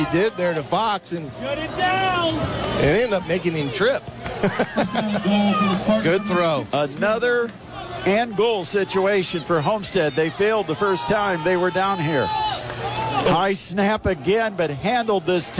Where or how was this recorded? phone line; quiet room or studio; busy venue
busy venue